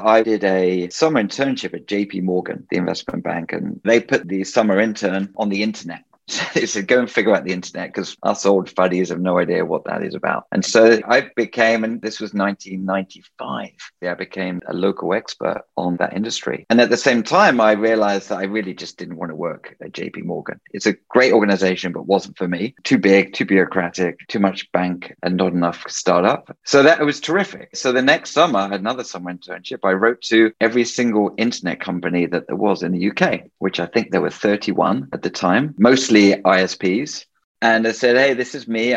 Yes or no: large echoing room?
no